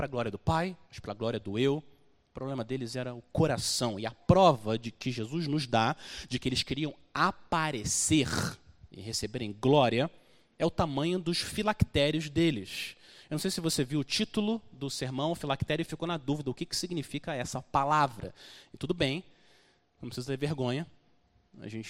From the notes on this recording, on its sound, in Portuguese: Mensagem gravada na Igreja Batista Jardim Minesota